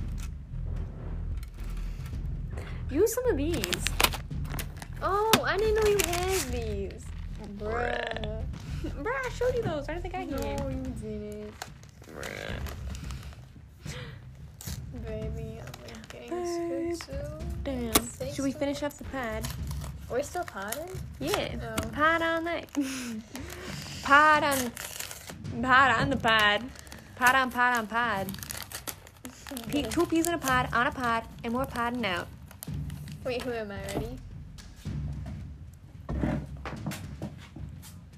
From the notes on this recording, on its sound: we answer questions while working live at the factory